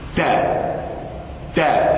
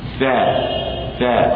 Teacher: التاء شديدة ينحبس عندها الصوت الثاء رخوة يجري معها الصوت